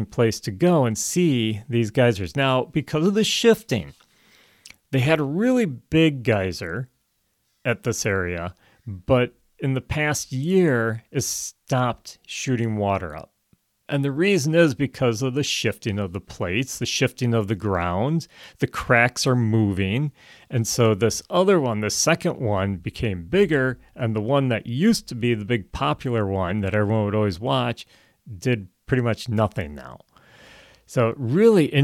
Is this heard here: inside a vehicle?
no